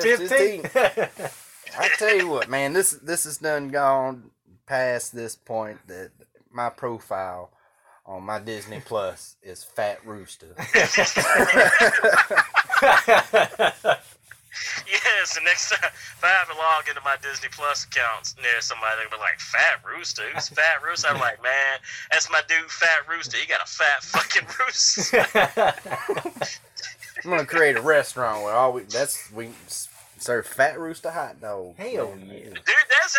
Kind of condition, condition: fault, poor sound quality